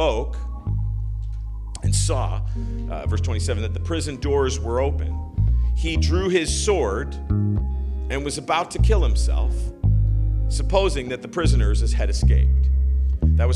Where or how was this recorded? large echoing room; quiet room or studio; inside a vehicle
large echoing room